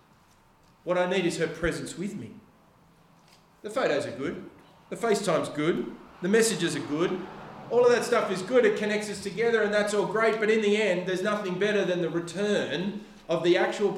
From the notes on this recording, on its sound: The sermon was preached on October 29th at all services of Helensburgh and Stanwell Park Anglican Church.